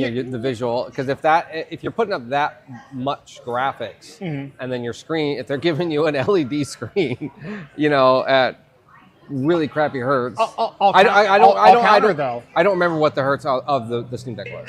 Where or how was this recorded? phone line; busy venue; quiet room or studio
busy venue